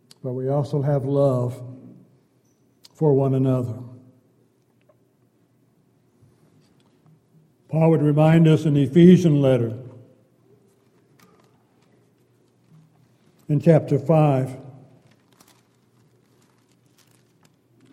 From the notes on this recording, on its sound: Downtown Church Of Christ Audio Sermon